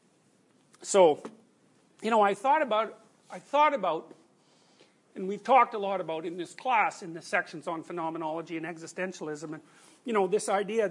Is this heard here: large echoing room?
yes